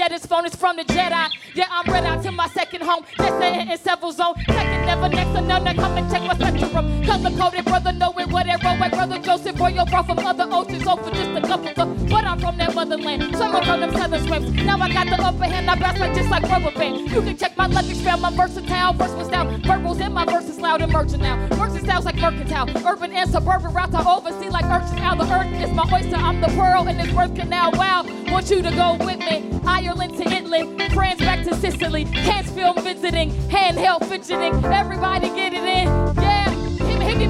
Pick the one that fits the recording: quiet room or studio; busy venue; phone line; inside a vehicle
busy venue